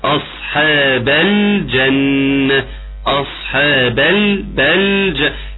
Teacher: لام الجنة مظهرة طبعا، ليه؟ لانها لام قمرية حكمها الاظهار